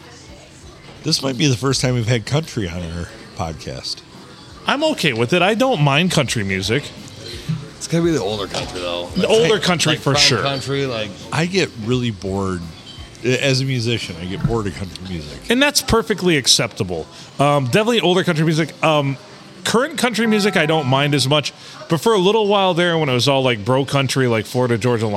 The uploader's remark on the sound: We record on a Sunday night at the Stumble Inn.